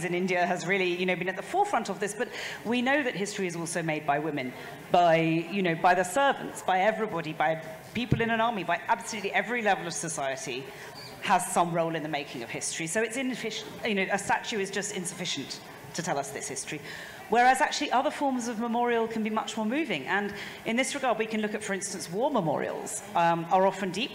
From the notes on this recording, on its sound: This episode is a live session from Jaipur Literature Festival 2023!